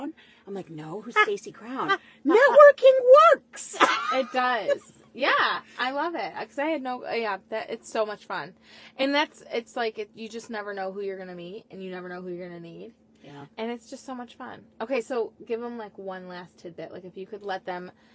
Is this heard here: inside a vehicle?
yes